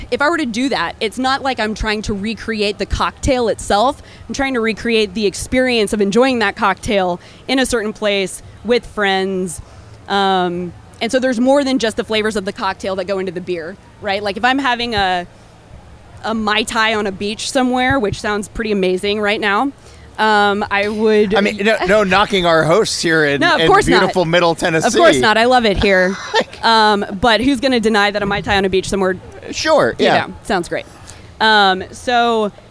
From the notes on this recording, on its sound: A conversation recorded last month at Funk Fest in Nashville, TN. A conversation recorded last month at Funk Fest in Nashville, TN.